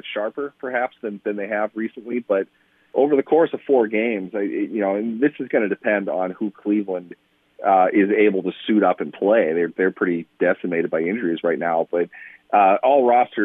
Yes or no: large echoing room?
no